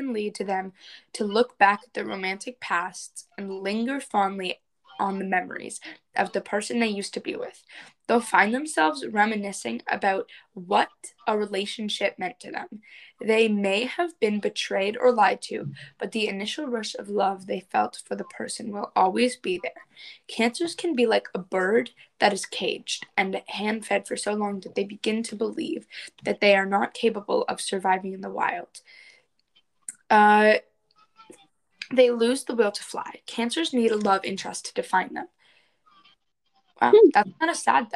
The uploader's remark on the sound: Record this episode virtually for the first time! The audio sounds a bit funny.